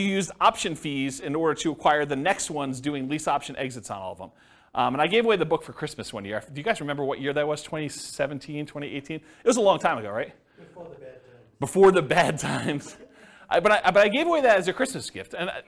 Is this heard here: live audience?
yes